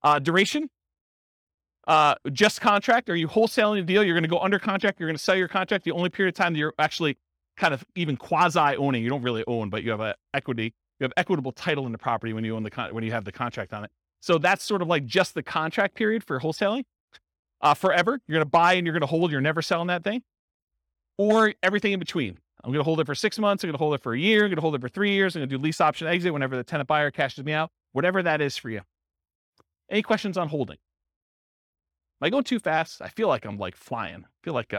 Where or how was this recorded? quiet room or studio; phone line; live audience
live audience